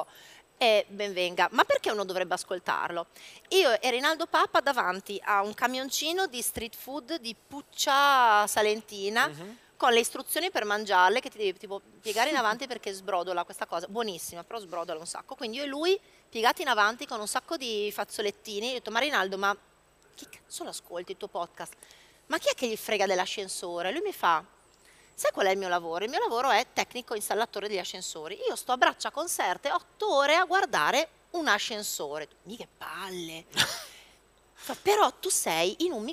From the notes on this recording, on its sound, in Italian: Dal WMF! Il Web Marketing Festival ci ha prestato il palco e le videocamere.